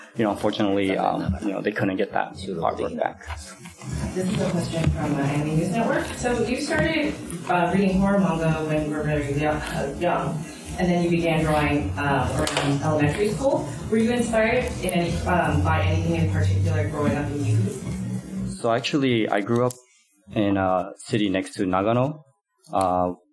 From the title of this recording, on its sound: On the Floor of Crunchyroll Expo 2019